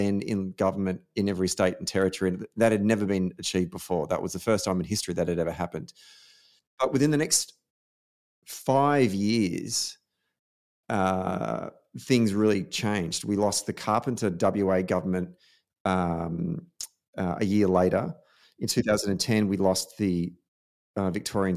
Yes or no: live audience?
no